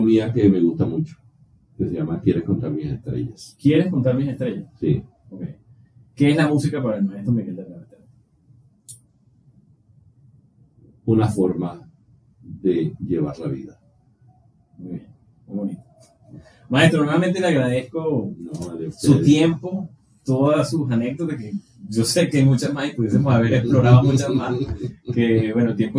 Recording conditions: poor sound quality